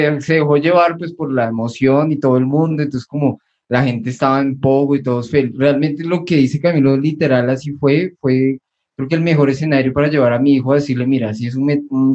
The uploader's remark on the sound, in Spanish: Episodio grabado el 12 de septiembre de 2020 en línea, desde Bogotá - Colombia.